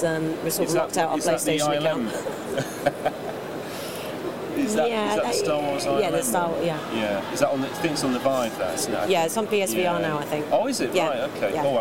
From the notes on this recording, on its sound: at Gamescom 2018 in Cologne, Germany